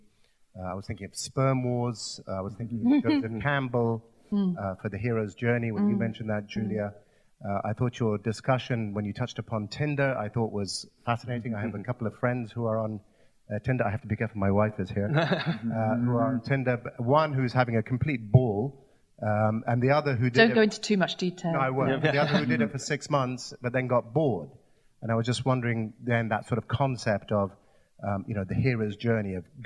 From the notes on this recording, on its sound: A chance to hear one of the events we recorded at the 2019 Emirates Airline Festival of Literature.